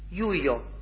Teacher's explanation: Se articula la Y como I